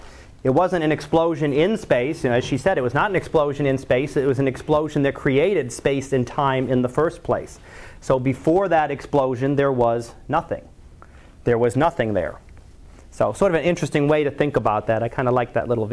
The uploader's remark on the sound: Live Class Lecture